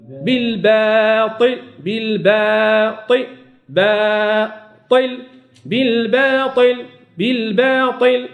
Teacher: الباء مرققه والالف مرققه